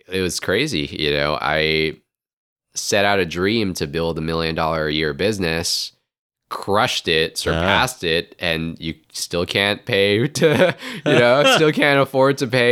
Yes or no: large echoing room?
no